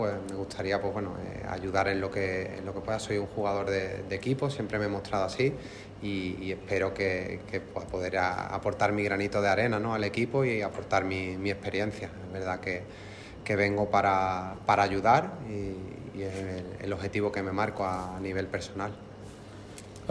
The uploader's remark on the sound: Press Conference. Is introduced to media at Coopers Stadium for the first time since arriving in Adelaide.